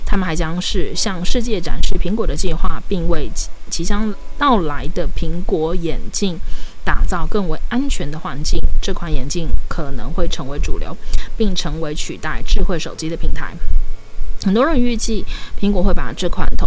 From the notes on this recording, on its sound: P.s錄這集的時候不小心忘記關電風扇，所以可能一直會有一個雜音在這個錄音單集裡面. When recording this episode, I accidentally forgot to turn off the electric fan, so there may always be a noise in this recording episode.